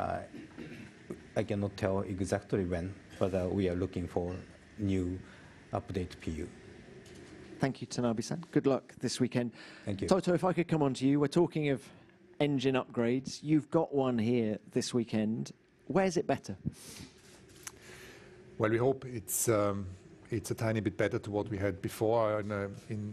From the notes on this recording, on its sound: Friday Canada Team Principles Press Conference